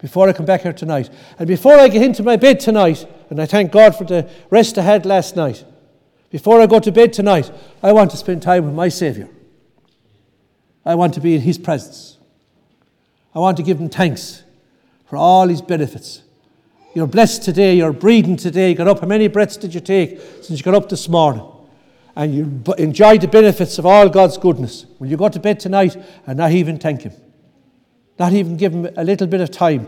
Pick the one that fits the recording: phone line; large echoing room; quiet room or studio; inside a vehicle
large echoing room